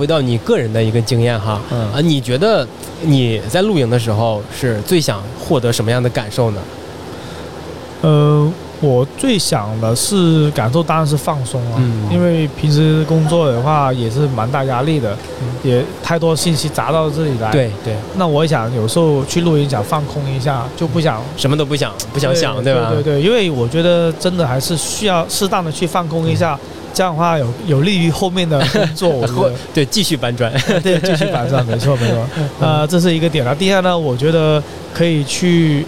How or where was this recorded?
busy venue